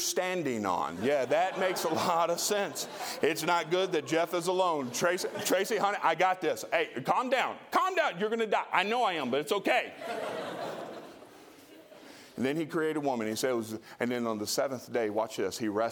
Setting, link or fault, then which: setting, large echoing room